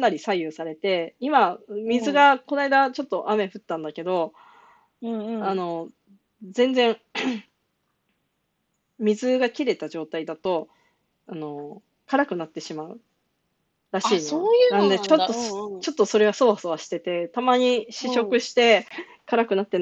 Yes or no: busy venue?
no